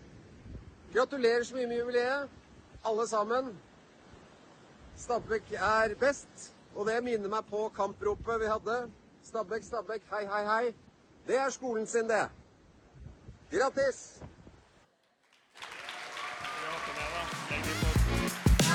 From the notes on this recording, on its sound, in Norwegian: Stabekk 100 år - live fra gymsalen. Stabekk vgs har 100 årsbursdag! Live fra gymsalen med gjester.